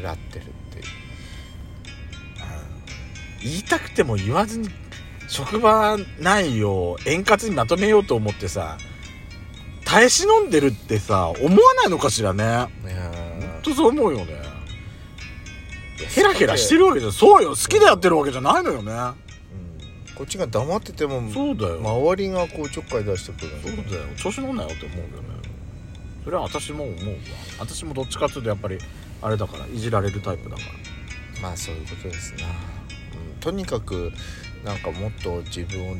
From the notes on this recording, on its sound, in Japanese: パーキング収録